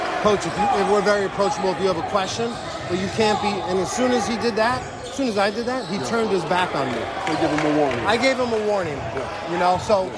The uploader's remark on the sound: LIVE FROM: House of Sports. Featuring instant on-court reactions from the officials.